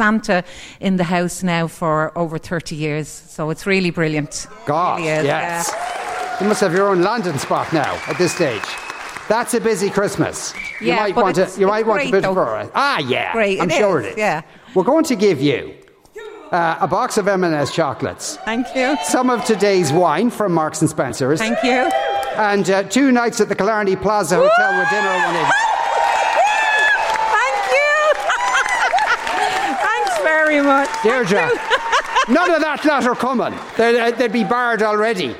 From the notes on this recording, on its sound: LIVE from Stella Cinema in Rathmines.